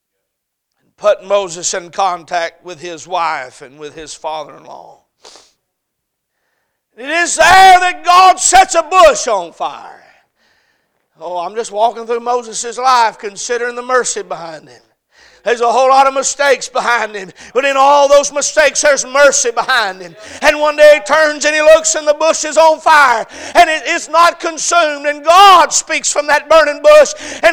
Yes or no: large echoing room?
yes